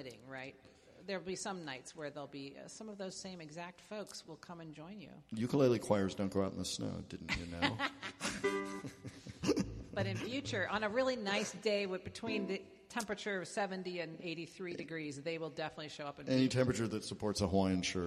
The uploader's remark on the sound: This edition of Ukuleles Unleashed is broadcast live from Bridge Street Theatre in Catskill, NY. Live in-studio playing.